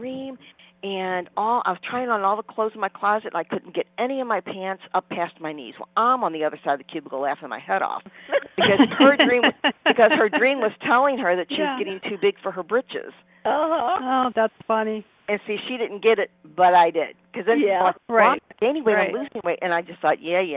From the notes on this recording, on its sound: In the second half of the show, we'll also open the phone lines